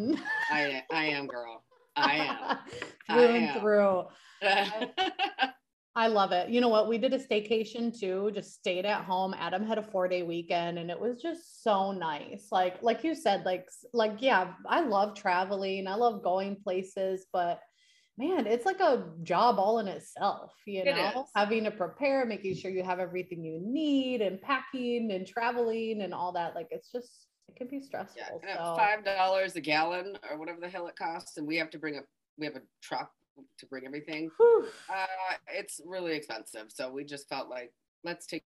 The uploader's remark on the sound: record live in IG